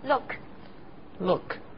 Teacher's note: look 这样好点了？这次好多了，不过还要注意 k 要发的短而干脆，不要按汉语的习惯给它加上小尾巴